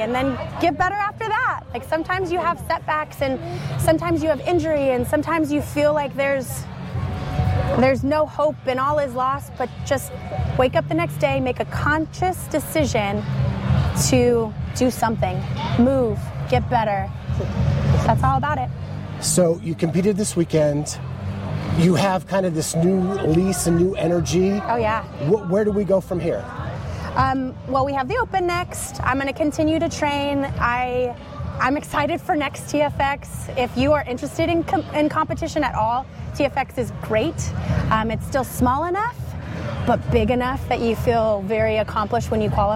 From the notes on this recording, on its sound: Bonus Episode Live From TFX.